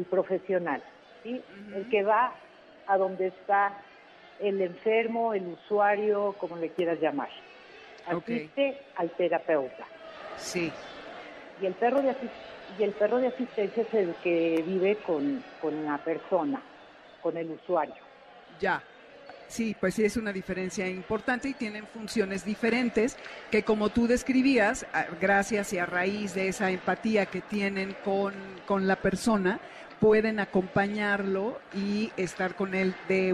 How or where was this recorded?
busy venue